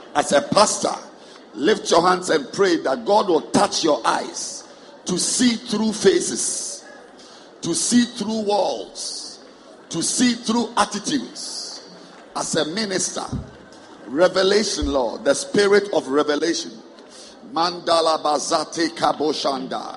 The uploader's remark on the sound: Preached at a Healing Jesus Pastors' conference in Gaborone, Botswana.